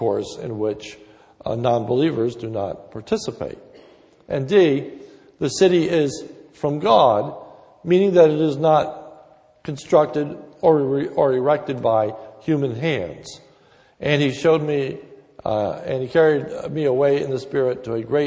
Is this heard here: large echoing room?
yes